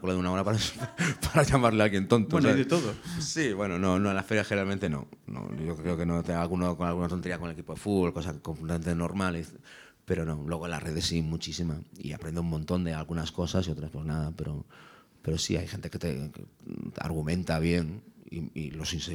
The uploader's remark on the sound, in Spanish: grabamos en el espacio del Ámbito Cultural del Corte Inglés de Callao